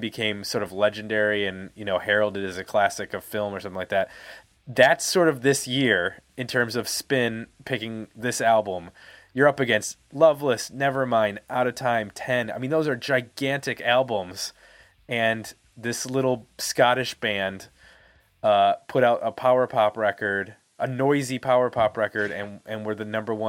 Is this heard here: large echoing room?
no